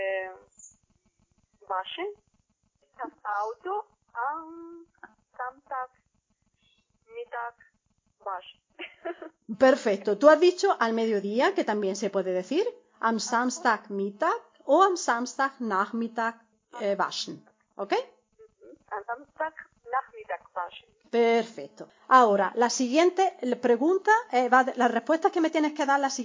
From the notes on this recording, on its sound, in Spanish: La conversación tiene lugar por teléfono. Una con mayor calidad (yo) y otra al otro lado de la línea.